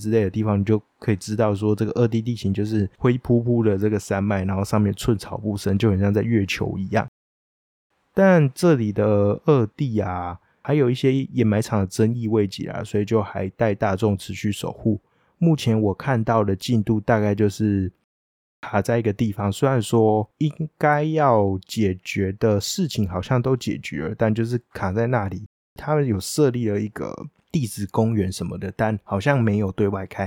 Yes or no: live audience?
no